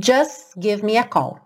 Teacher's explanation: Você ouviu o S e depois já vai direto para give me a call.